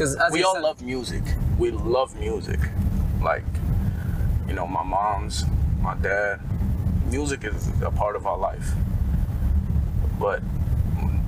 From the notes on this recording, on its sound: CAR INTERVIEW. Sorry for the noises we were testing new equipment out.